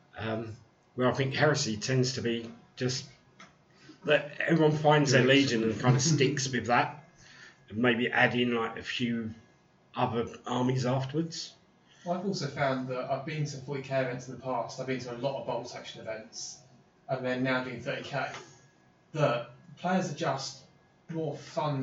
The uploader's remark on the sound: We have some sound issue during recording. I have tried to clear up most of it, but I am new to all the equipment that we are using.